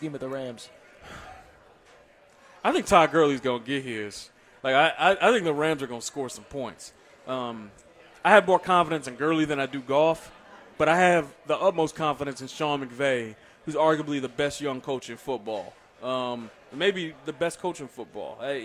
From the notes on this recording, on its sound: LIVE from Chicken N Pickle in the Northland